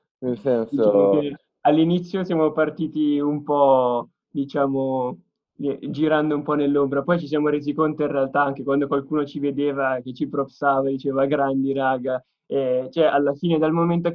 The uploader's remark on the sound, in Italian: "Pronto, Quarantena" sarà una raccolta di chiacchierate al telefono registrate con alcune persone speciali.